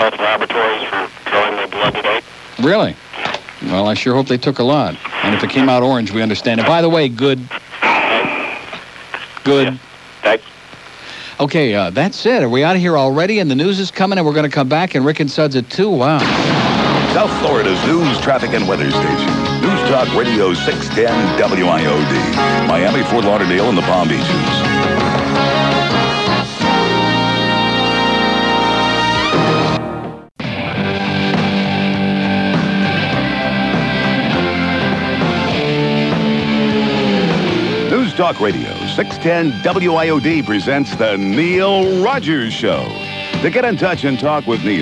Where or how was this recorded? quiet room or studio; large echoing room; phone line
phone line